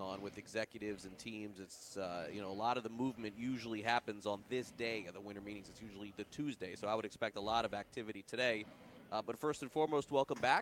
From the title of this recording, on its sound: LIVE FROM THE MLB WINTER MEETINGS